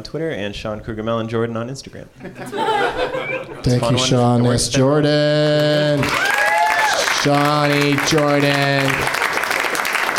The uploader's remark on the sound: Live from the NerdMelt Showroom in LA